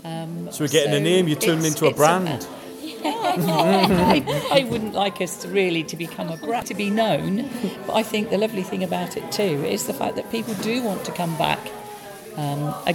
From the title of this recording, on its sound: Interviews at the Christmas Tree Festival 2019